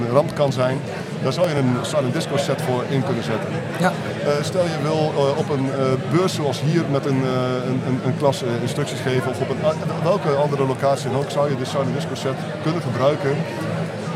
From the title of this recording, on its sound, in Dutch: Live vanaf de SURF onderwijsdagen